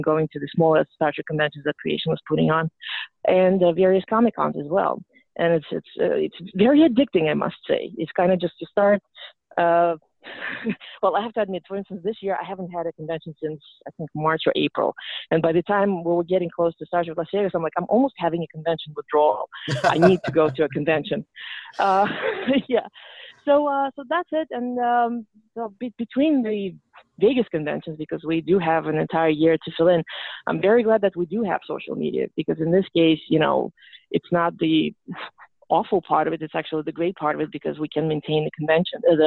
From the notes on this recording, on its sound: Gets on the phone with three guests who attended this year’s STLV convention.